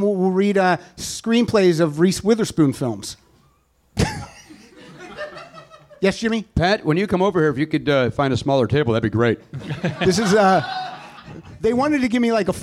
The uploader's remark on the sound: This show was recorded in front of a LIVE audience. At the NerdMelt Showroom in Hollywood, CA.